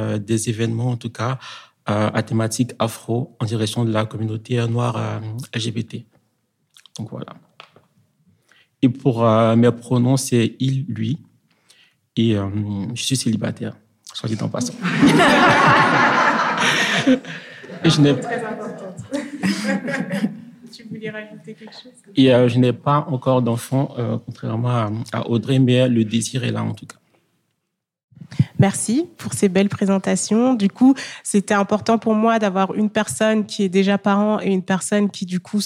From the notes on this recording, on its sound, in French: Nous avons fait un enregistrement live sur les parentalités queer et noires en France. Merci à l’association Boitaqueer.